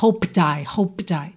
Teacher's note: O P de hoped, ele vai ficar muito sutil aqui.